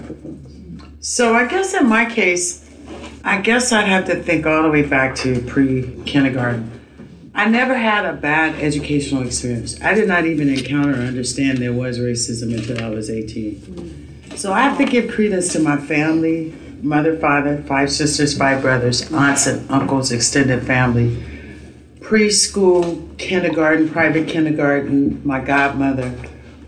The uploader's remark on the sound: Audio from the 4th annual BlackFemaleProject/Black Teacher Project Women’s History Month Event